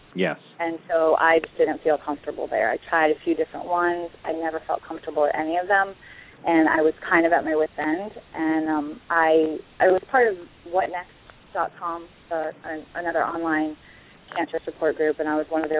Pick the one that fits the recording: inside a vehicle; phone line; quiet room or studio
phone line